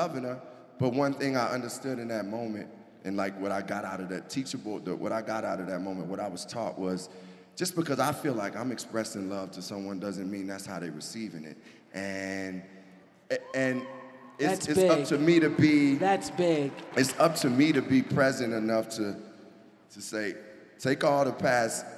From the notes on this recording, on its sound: Talks in front of a live audience in Denver.